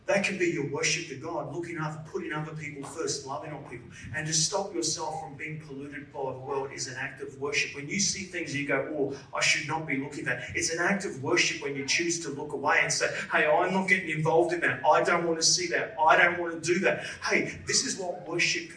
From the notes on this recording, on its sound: Service recorded Live at Victory Church in Bendigo on Sunday September 3rd, 2023.